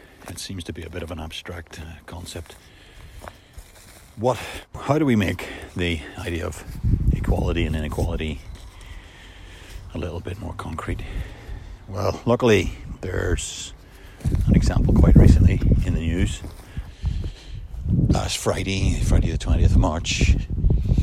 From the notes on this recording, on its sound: back in the rather blustery woods (apologies for the sound quality)